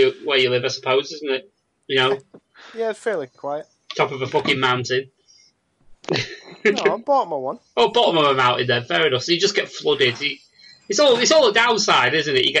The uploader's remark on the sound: They gathered on Skype to record this episode. RAD is recorded "as live" and this show is no different!